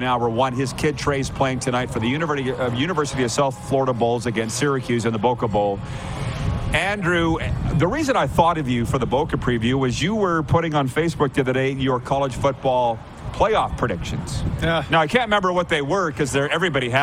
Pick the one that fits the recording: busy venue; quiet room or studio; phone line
busy venue